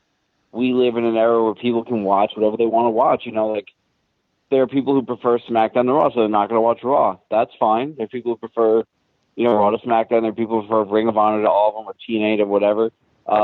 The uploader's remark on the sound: Viewers call in and tell us their thoughts